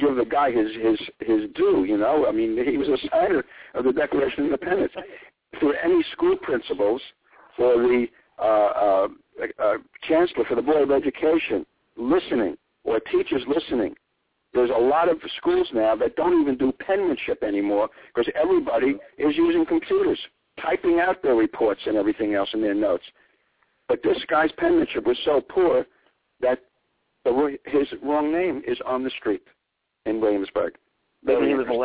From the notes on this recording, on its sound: calls in this evening